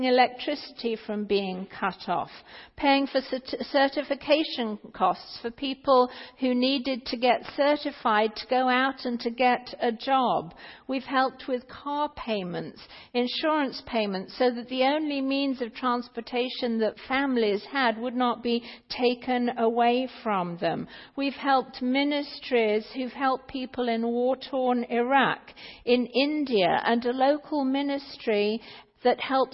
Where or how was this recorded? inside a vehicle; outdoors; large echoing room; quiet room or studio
large echoing room